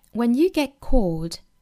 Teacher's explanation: 后面 when you get caught 这边的 t 省掉了